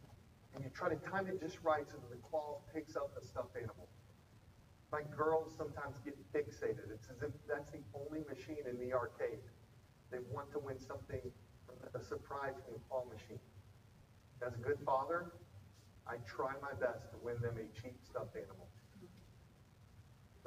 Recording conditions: poor sound quality